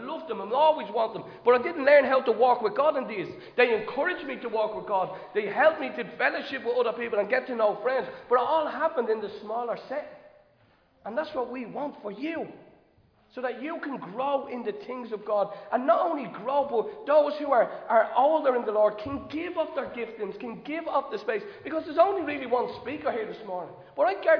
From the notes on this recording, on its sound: Recorded live in Liberty Church on 9 October 2022.